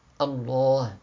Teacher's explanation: Le lem n'est mufakham que dans le nom de Allah. Allah. Donc on ne dit pas Allah, on dit Allah.